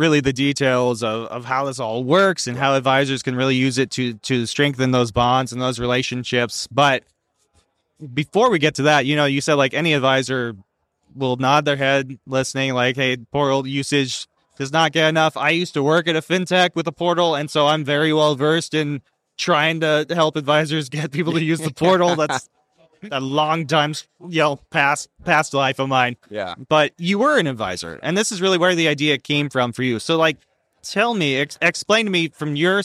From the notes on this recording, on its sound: A conversation recorded live from the Fearless Investing Summit.